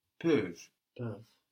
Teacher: This is spelt P-E-U-V-E-N-T. E-N-T on the end of verbs in French isn't pronounced, but it is making us hear that V before it, no? P-E-U-V-E-N-T, peuvent.